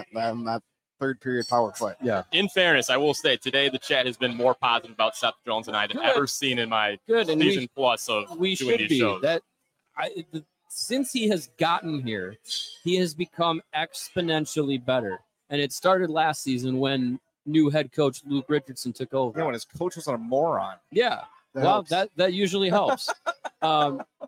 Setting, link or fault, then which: setting, busy venue